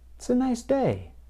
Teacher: The sentence has an adjective, nice, and a noun, day. Notice that I put more stress on the noun, day. · Term: word stress